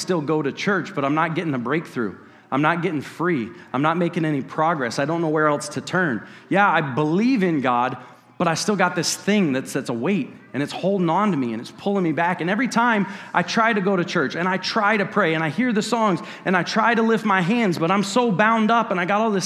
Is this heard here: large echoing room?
yes